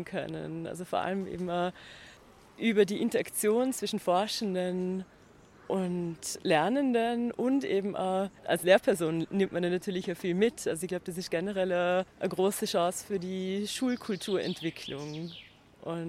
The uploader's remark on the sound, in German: Österreichische Citizen Science Konferenz bei der inatura Erlebnis Naturschau in Dornbirn, Vorarlberg, statt. Haben die Konferenz mit dem Aufnahmegerät begleitet und vor Ort mit Beteiligten aus Österreich, Deutschland und der Schweiz gesprochen.